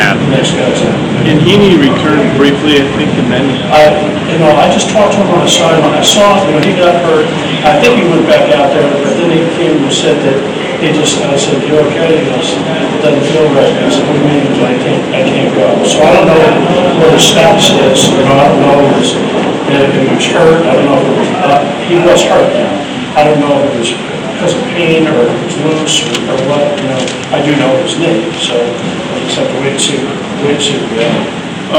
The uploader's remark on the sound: Press Conferences & Post-Game Interviews